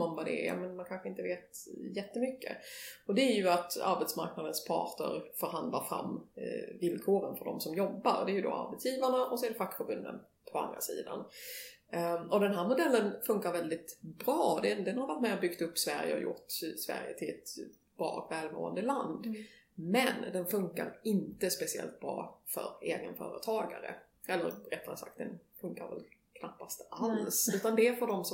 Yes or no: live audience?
no